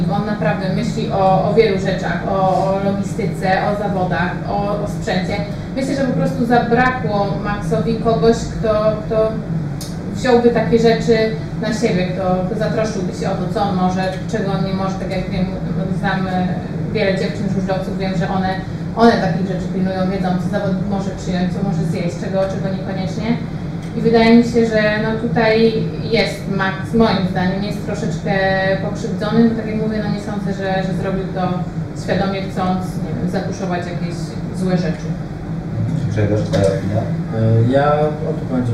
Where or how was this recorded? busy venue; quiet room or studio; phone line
busy venue